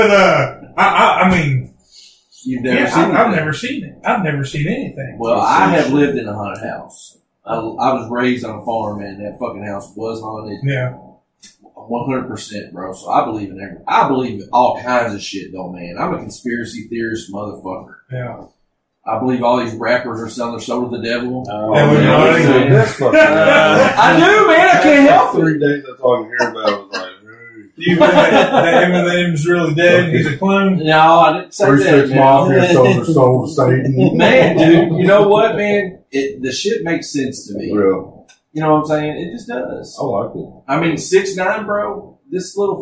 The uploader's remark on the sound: We were still new and forgot to select our mics through computer so the audio isn't the greatest.